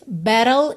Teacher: na primeira vez, battle, ele usou rarará para esses T's